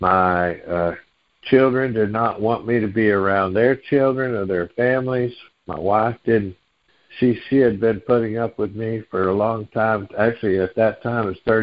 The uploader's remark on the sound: Noon Phone Meeting Speaker Series